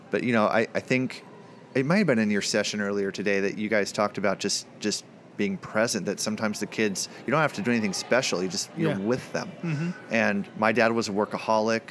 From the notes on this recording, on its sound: Live from the Help Me Grow National Forum in Buffalo, New York